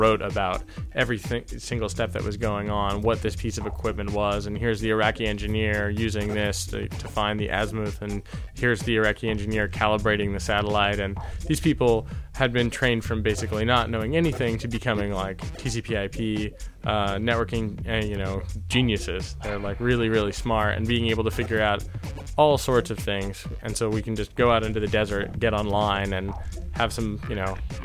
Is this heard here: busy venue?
yes